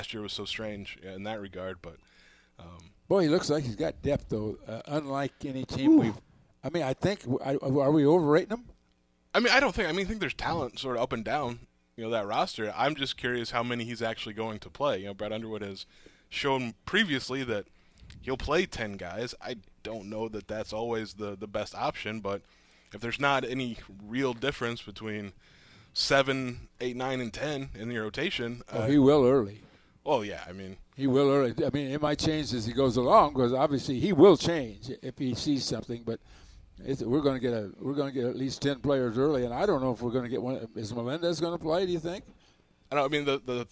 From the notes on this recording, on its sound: live from the Memorial Stadium press box